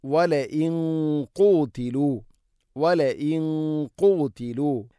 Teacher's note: നൂനിനെ അല്പം കനപ്പിക്കണം, കാരണം ഖാഫ് സ്വരഭാരത്തിൽ ഉച്ചരിക്കേണ്ട അക്ഷരമാണ്